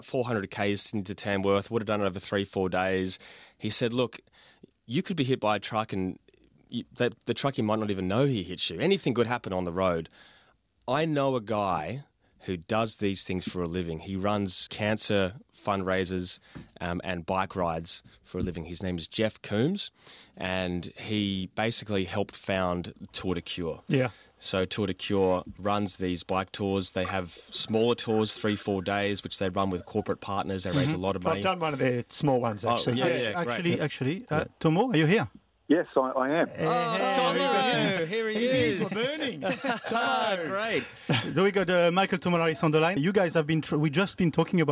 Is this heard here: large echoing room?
no